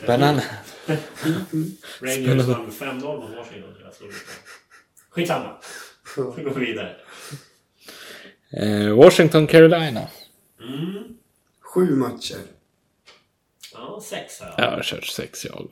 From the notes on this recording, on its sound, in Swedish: Lite kaxigt slänger vi igång micen utan någon som helst soundcheck, vilket tyvärr hörs. Lite taskigt ljud.